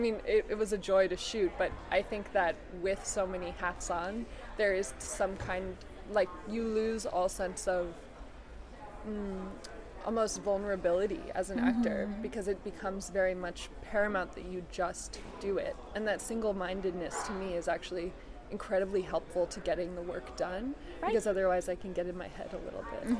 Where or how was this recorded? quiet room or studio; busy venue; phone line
busy venue